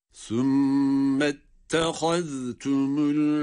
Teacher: Cim harfinde kalkale ve sonrasında lamı cezimli okuduk.